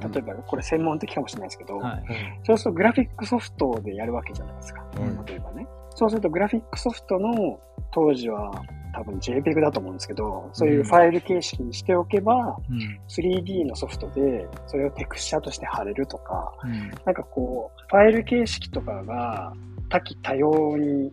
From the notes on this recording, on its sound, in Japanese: 機材不良のため、定期的に雑音が入りお聞き苦しい箇所がございます。